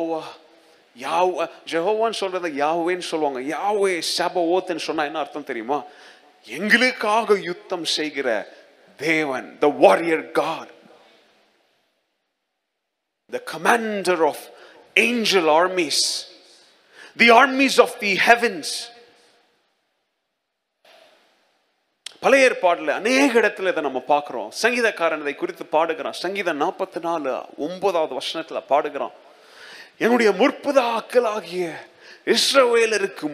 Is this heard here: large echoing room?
yes